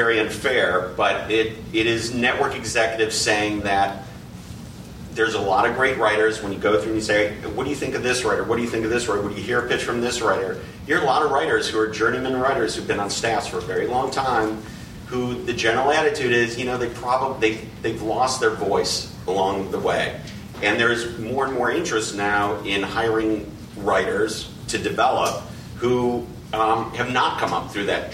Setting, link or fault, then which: setting, busy venue